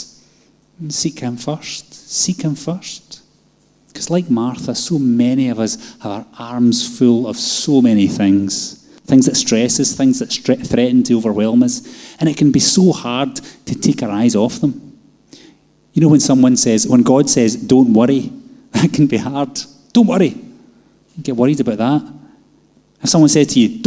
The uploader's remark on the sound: Live from our Sunday gathering on 10/07/22